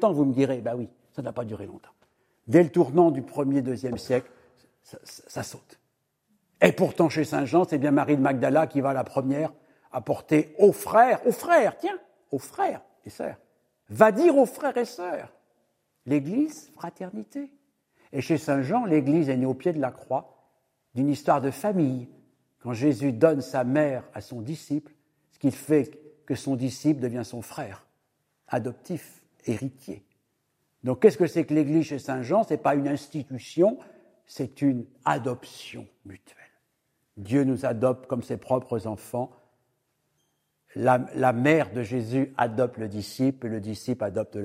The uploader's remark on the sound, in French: Cette conférence a été captée au diocèse d’Angoulême